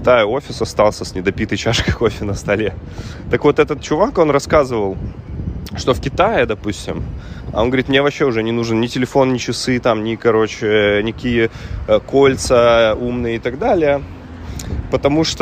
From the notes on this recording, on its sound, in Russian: с шумом ветра на заднем плане, так как подкаст я записывал ходя вдоль набережной у Сентозы